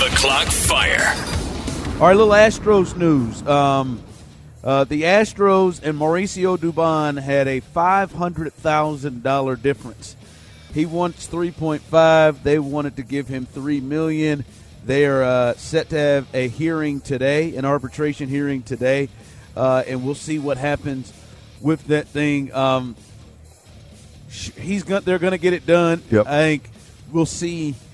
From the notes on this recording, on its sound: LIVE from Radio Row in Vegas